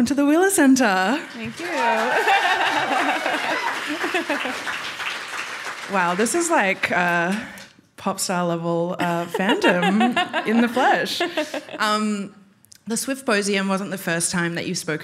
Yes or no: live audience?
yes